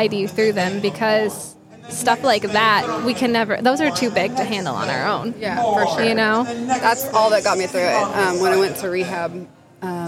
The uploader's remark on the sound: LIVE at Healing Night in West Palm Beach. Check out the live healing event we were able to attend.